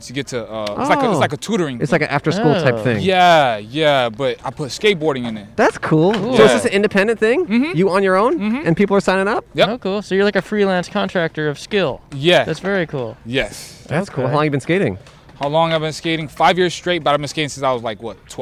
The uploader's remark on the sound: We went outside a COVID-19 vaccination site to chat with folks waiting in the standby line to maybe get extra vaccines at the end of the day. 100 people in line who seemed to really hate us. In front of Kedren Community Health Center in South Central Los Angeles, CA.